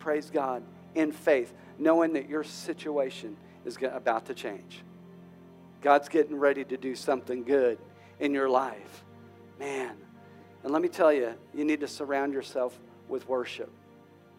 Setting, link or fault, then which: setting, large echoing room